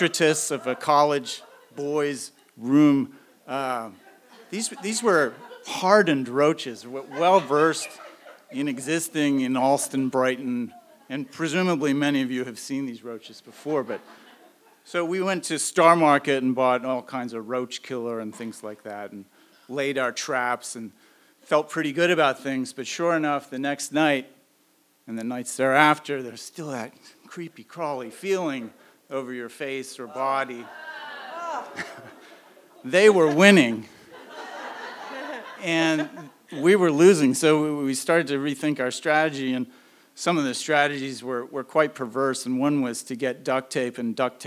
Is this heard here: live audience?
yes